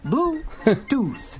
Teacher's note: O final do som de tooth, ele é feito com a língua no meio dos dentes.